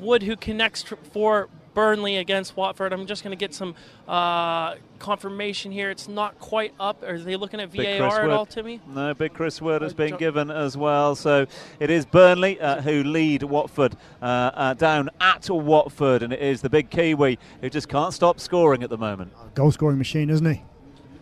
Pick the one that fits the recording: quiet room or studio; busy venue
busy venue